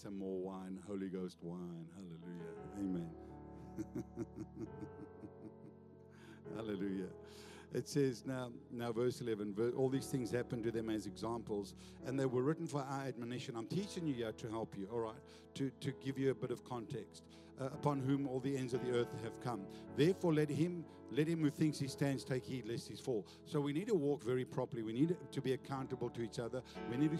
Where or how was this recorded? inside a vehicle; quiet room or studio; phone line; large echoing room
large echoing room